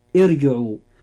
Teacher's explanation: الراء فيها مفخمة لأنها ساكنة وما قبلها مكسور وكسرته عارضة